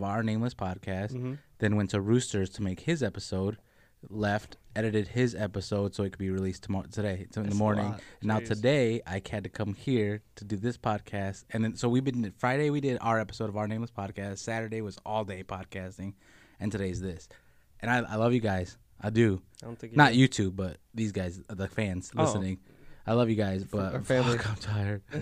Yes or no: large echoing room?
no